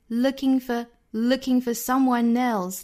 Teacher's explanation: 这个 someone 和后面的 else 在做连读